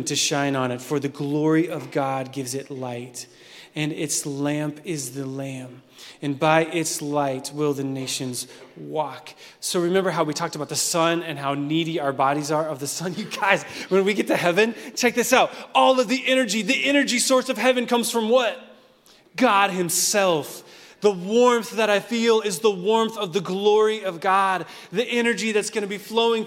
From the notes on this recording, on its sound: Recorded at Hope Church in Springfield, MO.